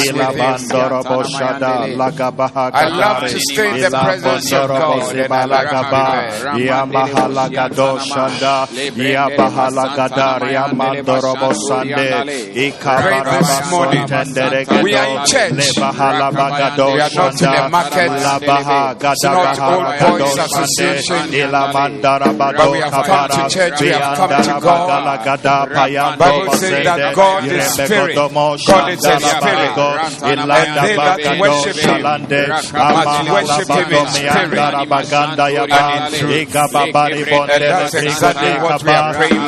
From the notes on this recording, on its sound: Preached at the Doxa Service 16042023